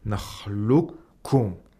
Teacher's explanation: you're also allowed to make the kaf mushaddad without even pronouncing the qaf, and it's a lot easier.